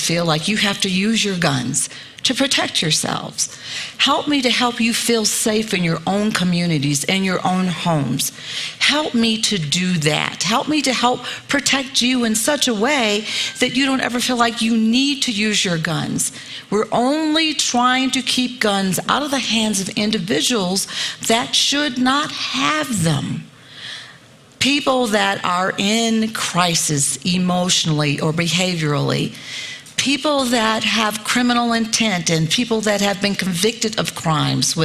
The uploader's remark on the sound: at the 2023 Aspen Ideas Festival